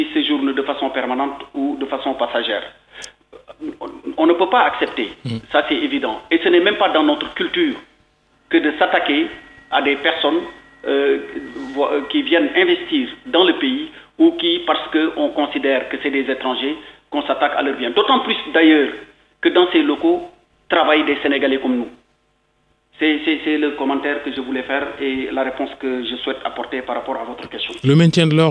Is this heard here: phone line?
yes